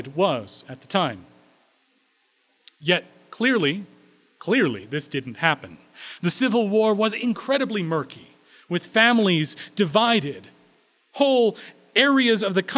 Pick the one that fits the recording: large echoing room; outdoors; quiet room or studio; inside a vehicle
large echoing room